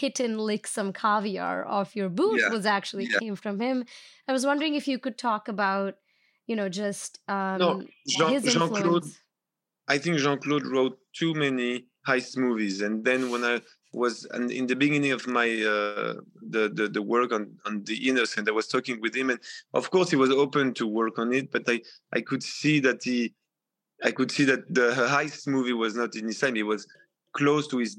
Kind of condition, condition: link, video call